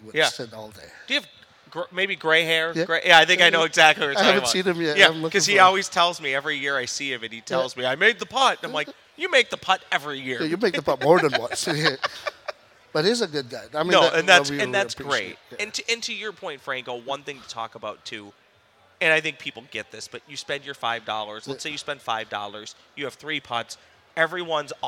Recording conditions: busy venue